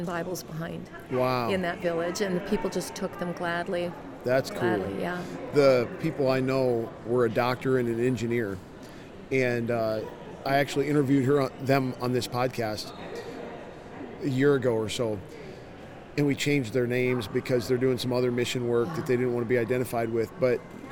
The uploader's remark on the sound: LIVE from CPE 2022!